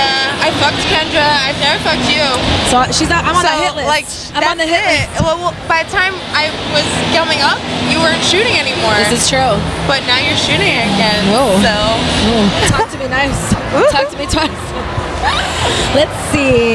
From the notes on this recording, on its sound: recorded during Exxotica convention